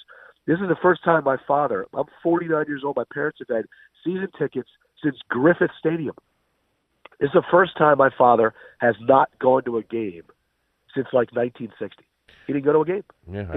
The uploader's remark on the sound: Called in from vacation. Called in from Torrey Pines.